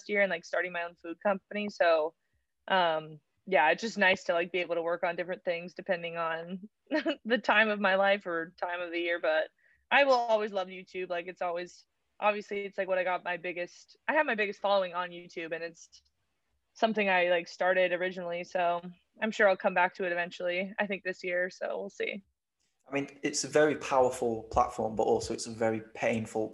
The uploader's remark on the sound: Wifi issues made it seem like we were constantly interrupting each other.